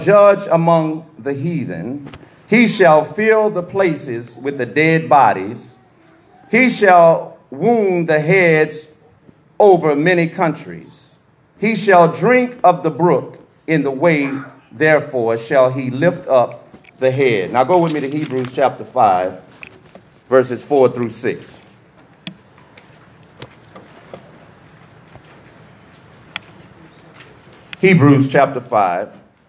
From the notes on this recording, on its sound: This message was recorded in the sanctuary of "True Vine Missionary Baptist Church in Hauhnville Louisiana where I am the pastor.